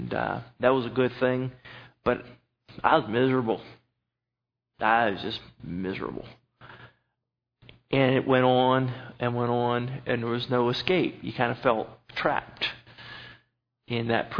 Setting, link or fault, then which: setting, large echoing room